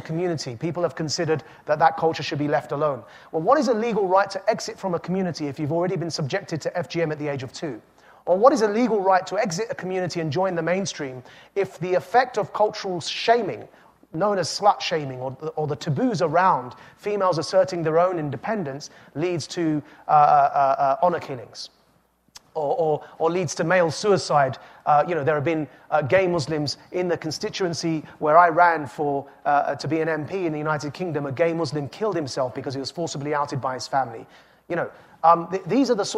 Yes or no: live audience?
yes